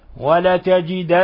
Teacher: يكون إلصاق اللسان في أصول الثنايا العليا مع غنة من الخيشوم · Term: حرف غنة مشدد